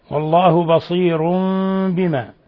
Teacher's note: تنوين ضم جاء بعده الباء الحكم التجويدي إقلاب، حيث قلبنا النون الساكنة ميما مخفى